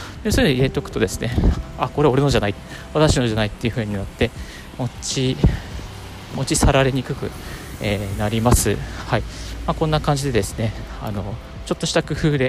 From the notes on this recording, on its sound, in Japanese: 歩きながらラジオ配信